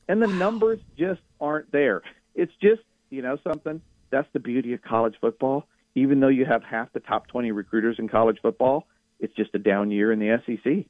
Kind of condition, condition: link, phone line